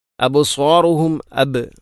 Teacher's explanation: അബ് ബാഇനെ ഖലഖല ചെയ്യണം.